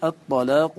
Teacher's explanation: فاللام تدغم في الطاء في نحو الطلاق